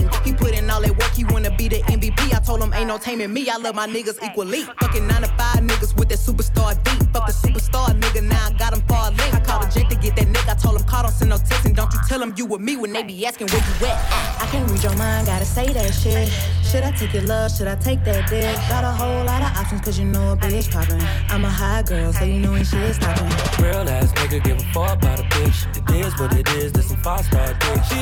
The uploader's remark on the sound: LIVE AUDIO FROM PRIVASEA PRESENTED BY UMYX